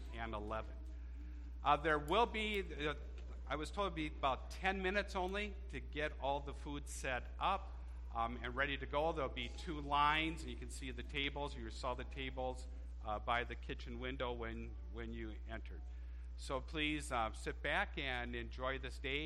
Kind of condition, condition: setting, large echoing room